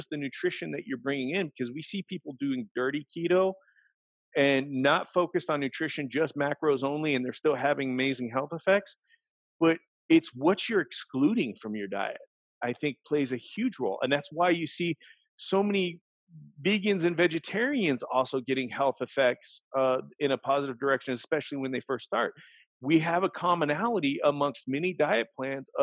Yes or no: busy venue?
no